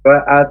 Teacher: huruf fa itu harus keluar nafas yang banyak